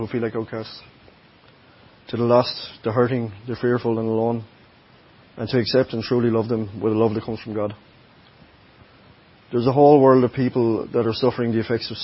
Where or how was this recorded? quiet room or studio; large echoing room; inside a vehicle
large echoing room